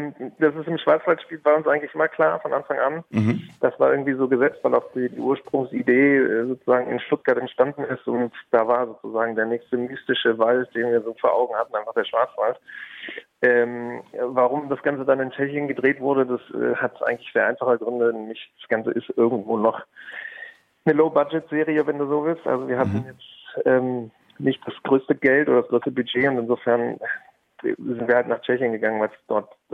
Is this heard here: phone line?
yes